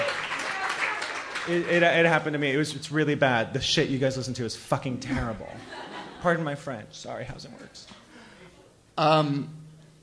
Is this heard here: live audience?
yes